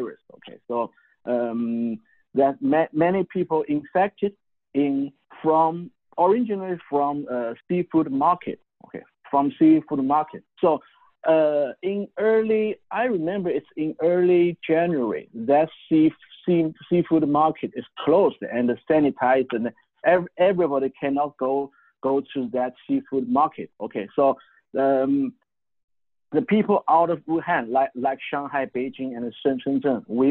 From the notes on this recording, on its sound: Called in live from Shanghai, China. Called in live from Shanghai, China.